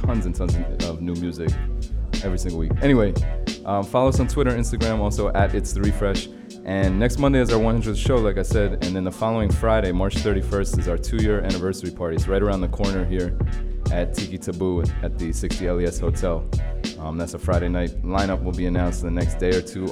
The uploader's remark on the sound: Originally broadcast live on March 20, 2017 from the storefront of The Late Late Bar on Houston Street in New York City.